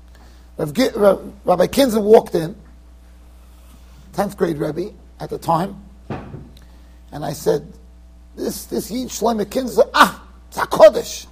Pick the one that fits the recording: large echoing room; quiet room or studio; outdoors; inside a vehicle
large echoing room